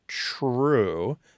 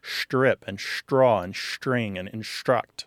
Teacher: This is called palatalization. What's happening is the tongue is moving forward on the palate.